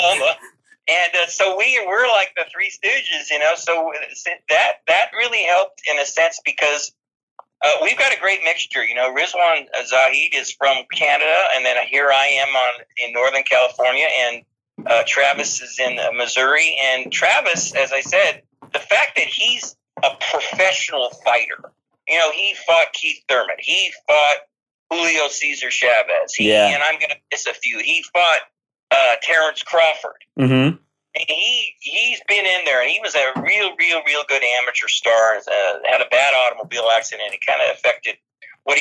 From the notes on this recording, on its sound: Phone interview for The Weigh-In Podcast.